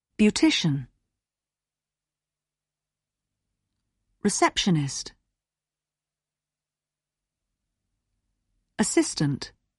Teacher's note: Put the stress on the second syllable of each word. · Term: Word stress